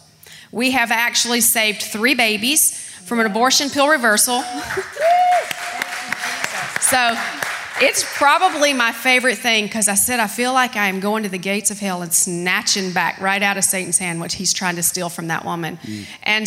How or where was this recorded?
large echoing room